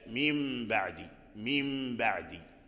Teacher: النون، التنوين. هذه الغنة عندما قلبنا النون ميما والتقى مع الباء، هذه الغنة ليست في الباء إنما هي في الميم